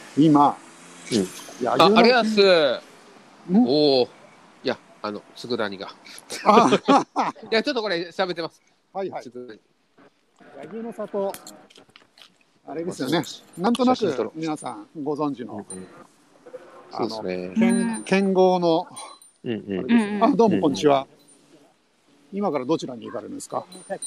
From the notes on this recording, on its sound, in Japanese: Tokyo walk&eat radio LIVE。東京飛び出して鬼滅の里を散歩します。